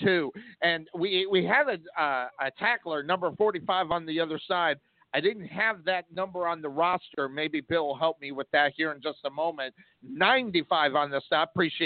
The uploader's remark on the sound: Rowlett Eagles vs. Sachse Mustangs Live Play-by-Play Tx. H.S. Football